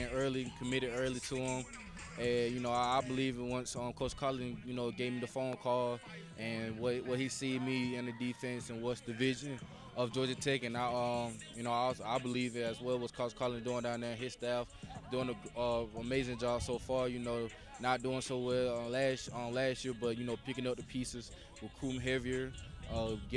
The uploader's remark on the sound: Recorded live at the HotList football recruiting camp in Villa Rica, Georgia.